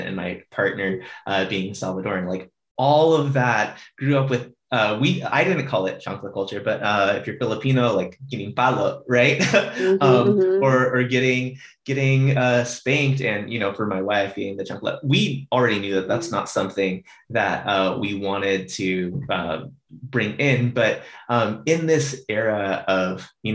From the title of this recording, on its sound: Instagram Live